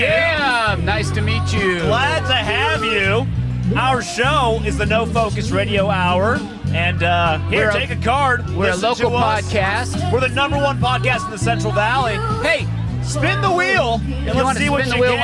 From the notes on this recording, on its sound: Not a normal episode - This cast goes live from Shaver Lake Brewfest. Join us behind the booth!